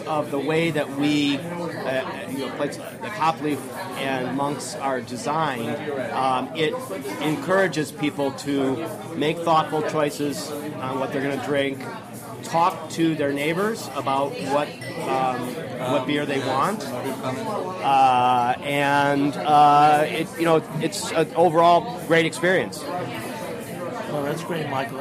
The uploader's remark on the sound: a special episode recorded at Monk's Cafe in Philadelphia during the Craft Brewers Conference in May